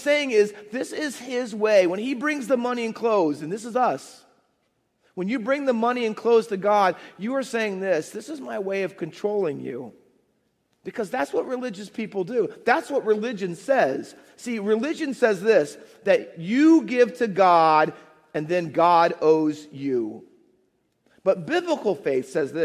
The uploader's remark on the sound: Faith Baptist Church in Hamilton, NJ.